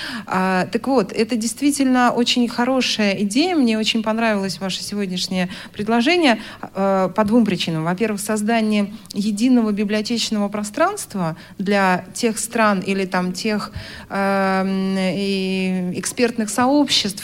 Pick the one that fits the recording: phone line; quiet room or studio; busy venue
busy venue